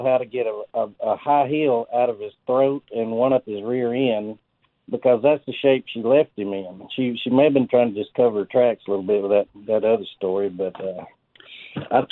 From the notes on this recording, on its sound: of course we take some of your phone calls.